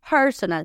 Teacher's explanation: En inglés, personal, tilde al principio.